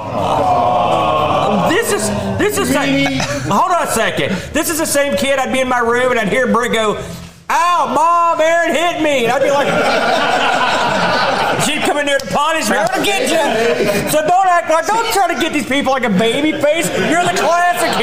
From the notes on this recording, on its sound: BOATFEST 2023! LIVE ON STAGE!